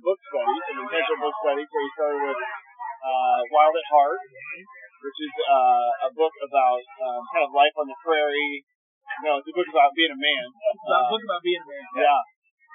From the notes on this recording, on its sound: First time in-person interview over lunch for The GLUE-OOM podcast. Ignore the background noise.